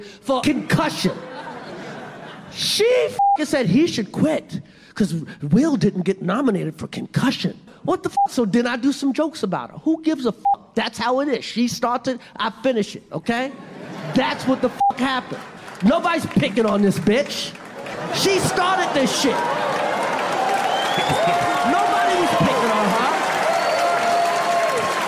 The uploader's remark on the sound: live stand up on Netflix